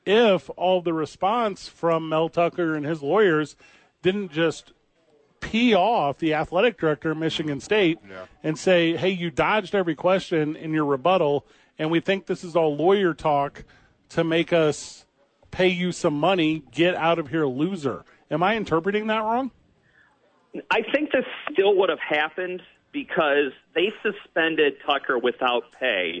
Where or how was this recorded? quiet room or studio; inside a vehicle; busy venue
busy venue